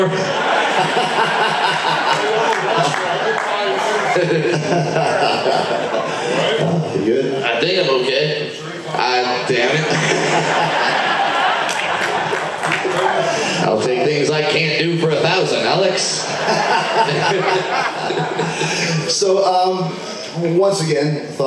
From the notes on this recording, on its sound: You never know what might happen on the … Rock & Wrestling Rager at Sea, and that includes live podcasts!